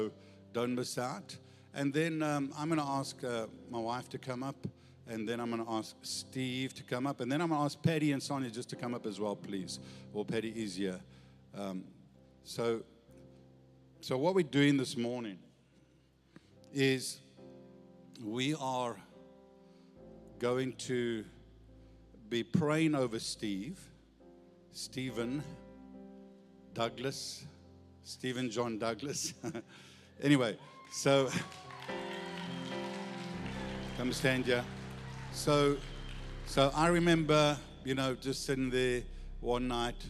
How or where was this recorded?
large echoing room